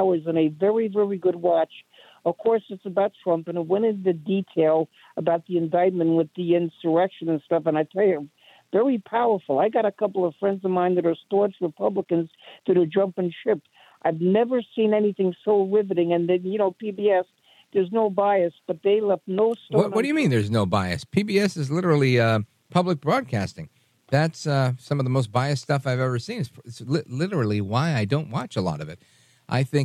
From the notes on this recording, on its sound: we take your calls in open phones across America